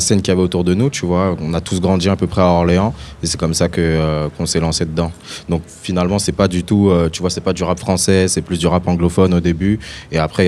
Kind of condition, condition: setting, busy venue